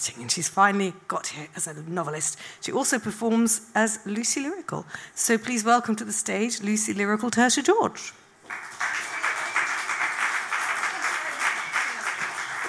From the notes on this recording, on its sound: at our regular venue Hootananny Brixton